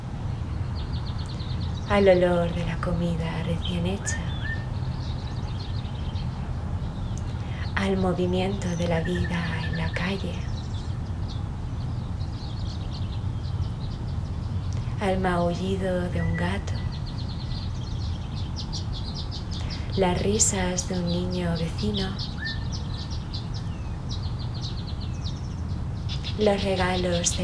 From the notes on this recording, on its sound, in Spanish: esta sesión está grabada en directo y desde mi jardín, así que el sonido no es 100% nítido